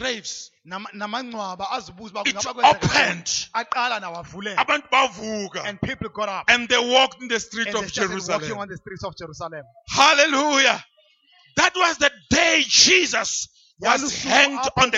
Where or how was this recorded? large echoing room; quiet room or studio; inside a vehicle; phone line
large echoing room